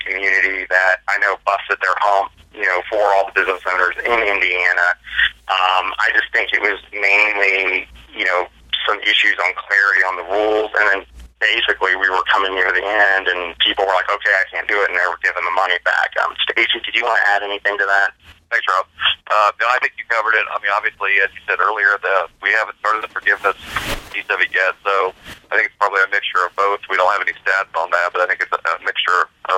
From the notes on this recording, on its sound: Hosted a media call. Were joined by media from the three states via phone.